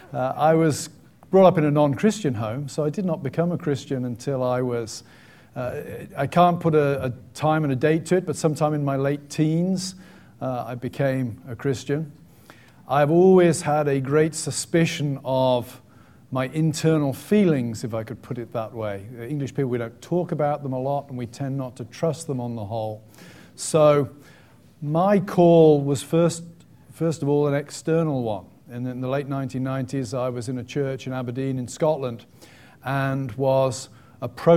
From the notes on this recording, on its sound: on a LIVE panel at the annual Preaching Conference at Westminster Theological Seminary